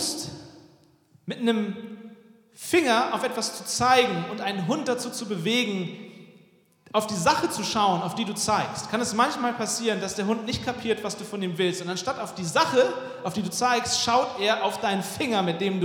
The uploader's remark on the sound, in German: Weihnachtspredigt 2023 aus dem Felsenkeller Leipzig.